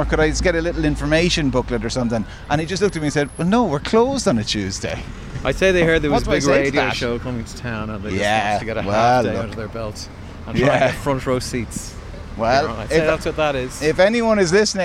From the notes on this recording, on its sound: As part of Newstalk's Summer Tour, The Hard Shoulder was LIVE from the Queen's Bar in Dalkey.